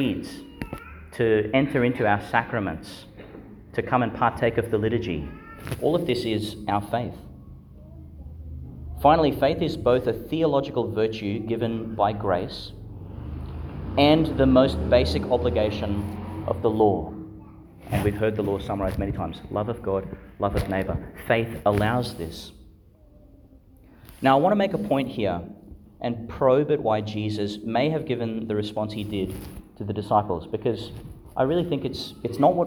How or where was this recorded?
large echoing room